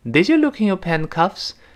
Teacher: 一定要往上扬的声音